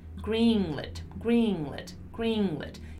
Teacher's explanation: long E sound in the beginning, and then lit, lit, lit, a more closed sound